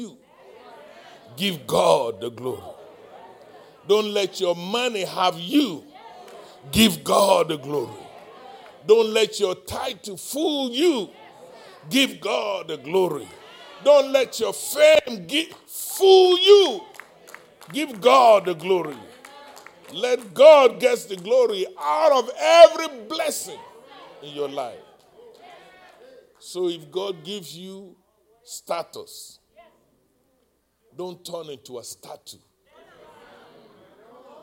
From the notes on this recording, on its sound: live-recording